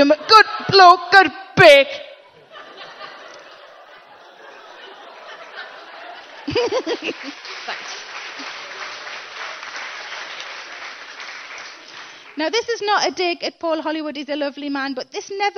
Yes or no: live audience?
yes